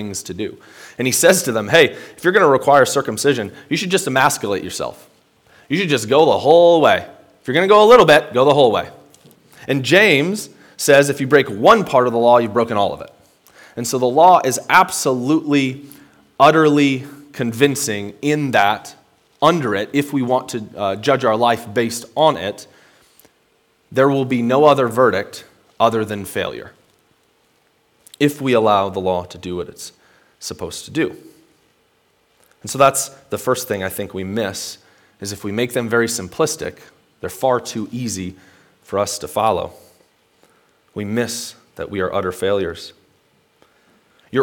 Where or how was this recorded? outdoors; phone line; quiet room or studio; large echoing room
large echoing room